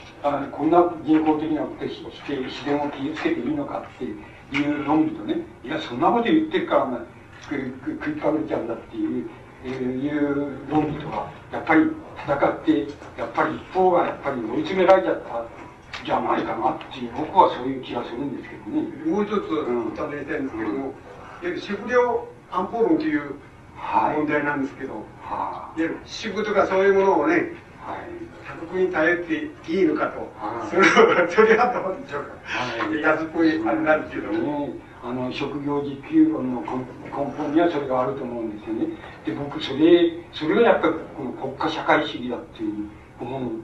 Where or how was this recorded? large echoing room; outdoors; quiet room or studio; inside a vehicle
large echoing room